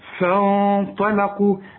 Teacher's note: الغنة جنب الطاء والطاء تخينة، فحنغن الغنة وهي مفخمة